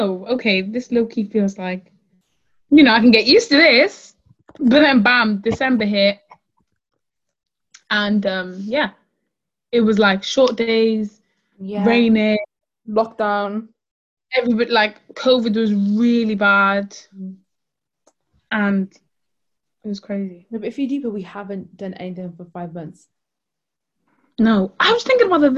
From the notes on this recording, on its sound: We recorded on zoon so sorry for any audio issues!